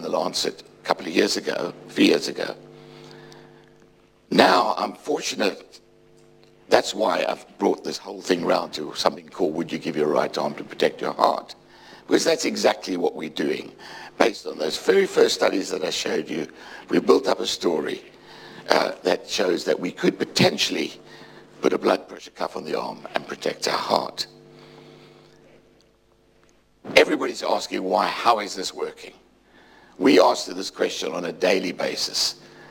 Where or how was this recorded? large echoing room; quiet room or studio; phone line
large echoing room